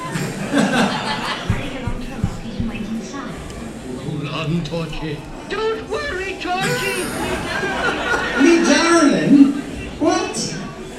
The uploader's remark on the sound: This episode was recorded in front of a live audience at the 2019 Fab Worlds of Anderson convention.